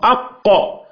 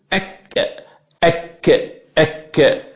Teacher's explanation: حرف القاف يخرج من أقصى اللسان مع ما يقابله من الحنك اللحمي · Shown in: first take